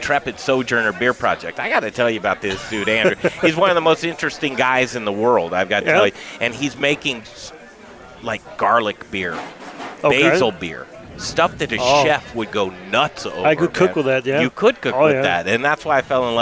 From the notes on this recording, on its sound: The Modern Eater Show Live from Grind Kitchen and Watering Hole for a Butterball dinner!